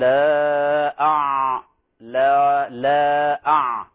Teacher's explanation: فانتبهوا، لا نقول لا أع لا لا أع، أولا وقعنا في تفخيم الهمزة وهذا خطأ